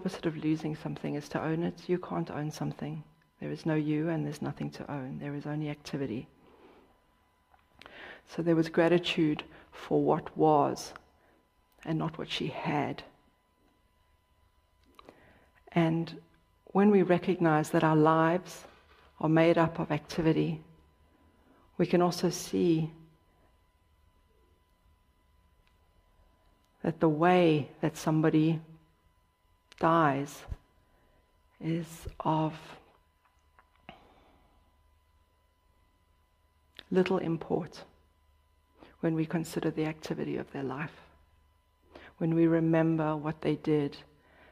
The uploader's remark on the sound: Dharma talk at City Center. In this talk, given at Beginner's Mind Temple.